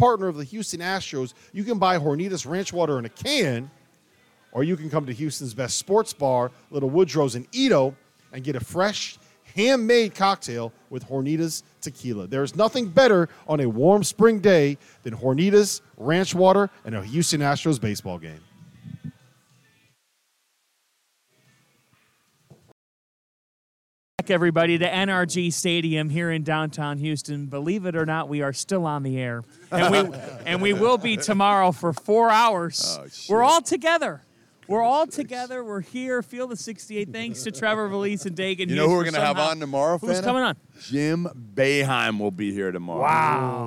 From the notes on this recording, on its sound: Final Four Reaction LIVE from NRG Stadium! Recap the Final Four games live from NRG Stadium in Houston!